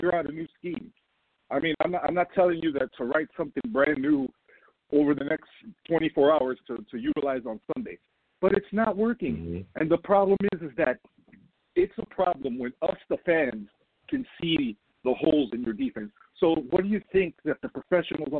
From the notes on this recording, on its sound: We take live callers! Please call in!